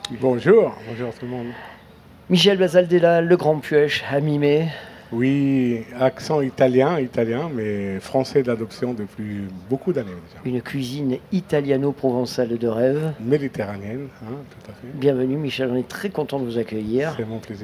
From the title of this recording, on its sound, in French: Radio Grenouille au Street Food Festival 2022